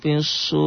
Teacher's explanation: ri-nya kosor, ri-nya juga tipis. Kenapa tarkik tipis? Karena barisnya di bawah.